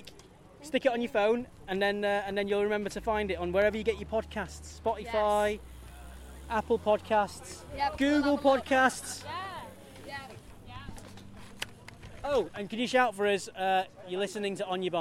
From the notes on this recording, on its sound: We take you on location around Nottinghamshire as Stage 4 of the Tour of Britain hits Robin Hood country. Catch up with riders before and after the race.